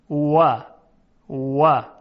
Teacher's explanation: در زبان عربی برای تلفظ واو لبها تقریبا گرد میشه. و و اینطور نیست که دندانها بیاد روی لب پایین، نه، لبها تقریبا گرد میشه.